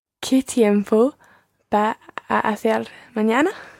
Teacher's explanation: You can run all your A sounds together there. · Term: run them all together